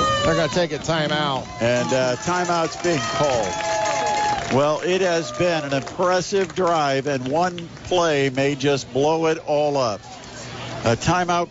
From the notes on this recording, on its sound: bring all of the action live from Homestead High School